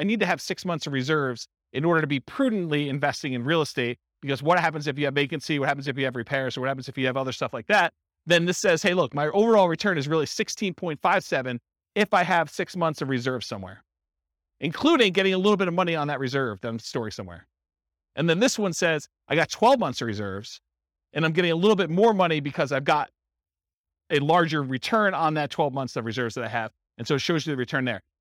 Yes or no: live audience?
yes